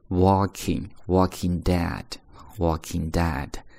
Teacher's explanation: 这个词是 walking，不是 working，这个地方不会卷舌头